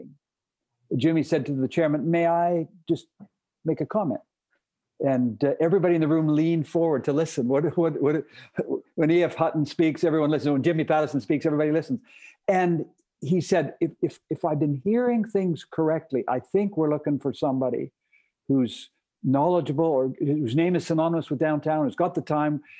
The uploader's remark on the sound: sat down virtually